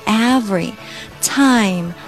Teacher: kinda got in the way, like cats and Italian guys.首先，everytime，every 的发音，大家记住中间有个 v 的音，就是你的牙齿要咬着你的下唇。every，有的北方同学呢，可能会发成 w，every 那个音，一定要记住要咬住你的嘴唇。everytime，爱要发得充分，把尾巴那个小一发出来